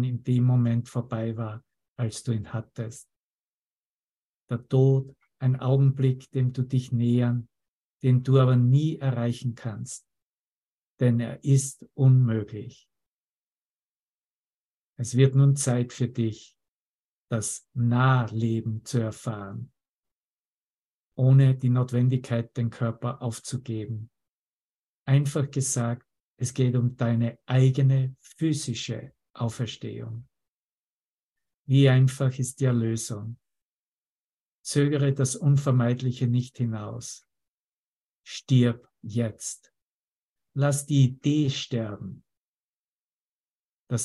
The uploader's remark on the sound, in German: Zoom-Session. Veranstaltet von der Aleph Akademie.